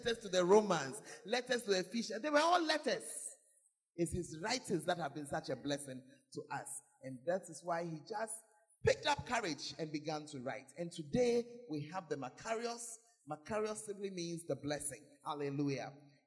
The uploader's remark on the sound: Preached at the Makarios Conference; Berekum